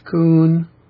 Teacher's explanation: It's Kun with an even pitch.